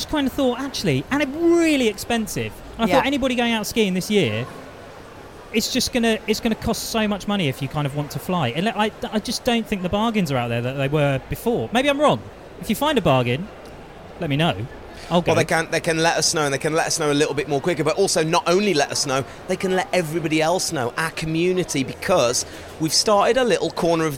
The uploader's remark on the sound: LIVE at the Snow Show